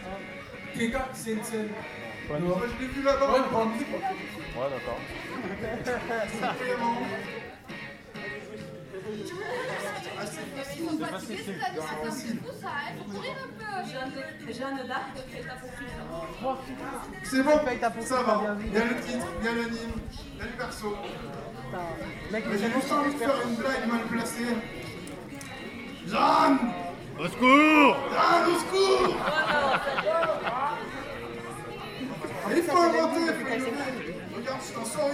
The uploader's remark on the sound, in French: Dernier enregistrement réalisé lors de Jap In Tarn 2017. Dernier enregistrement réalisé lors de Jap In Tarn 2017, le célèbre quiz de l'association Shiawa .